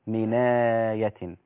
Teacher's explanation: اللي هي الفتحة إلى النون الساكنة قبلها فأصبحت هكذا من آية والمد هنا مد بدل ولا يمد البدل إلا الإمام ورش